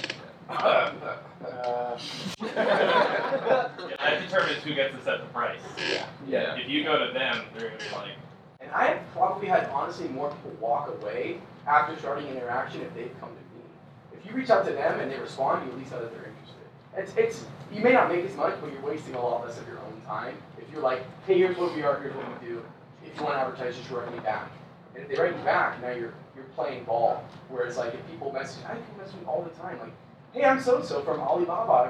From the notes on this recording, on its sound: This recording is of our live Q&amp;A with the OIART students. This recording is of our live Q&A with the OIART students and features a panel of YouTubers.